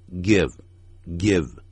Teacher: 尾音的时候不要那么强调 give，不需要，这样把 v 念出来的时候就停住 give